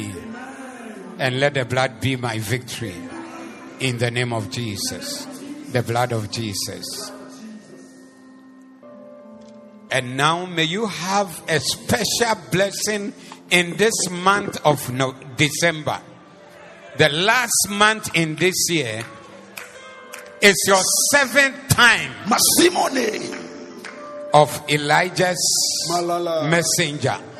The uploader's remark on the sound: Preached at the Zeloo Service.